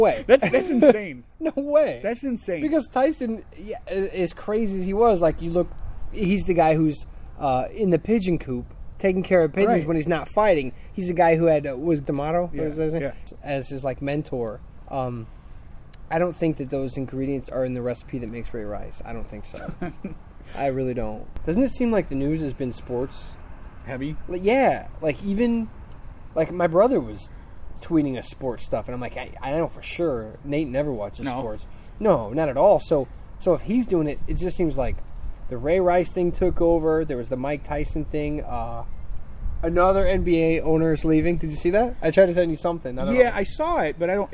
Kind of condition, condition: setting, outdoors